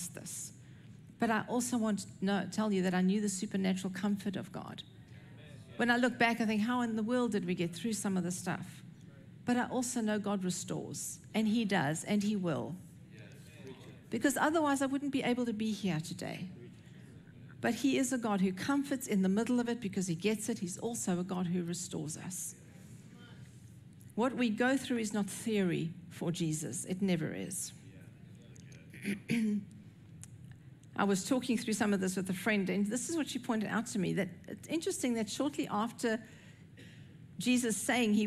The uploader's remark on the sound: recorded at Northlands Church on June 25, 2023